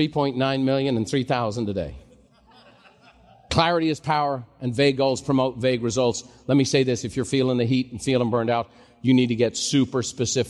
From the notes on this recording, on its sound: live recording from MasterMind